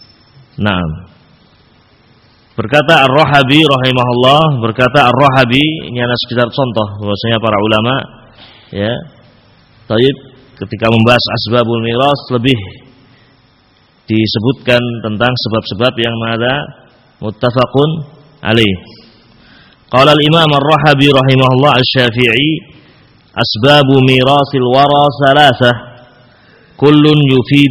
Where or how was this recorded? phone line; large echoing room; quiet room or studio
large echoing room